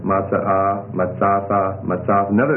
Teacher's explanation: the peculiarity here has to do with the aleph quiescing and causing a lengthening of the vowel on the second syllable